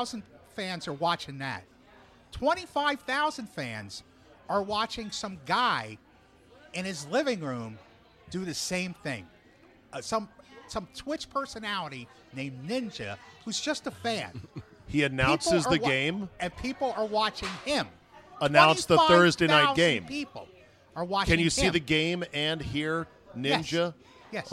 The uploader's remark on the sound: RECORDED LIVE at DC PRIME STEAKS in Ashburn VA.